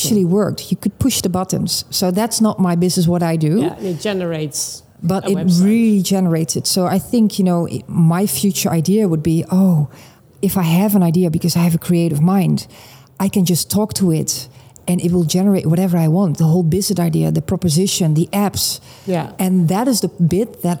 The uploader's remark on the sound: Live from Money 20/20 Europe